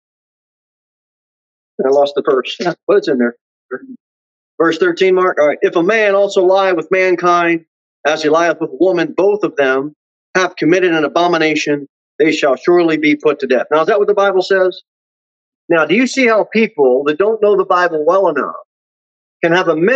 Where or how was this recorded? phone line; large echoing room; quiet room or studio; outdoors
large echoing room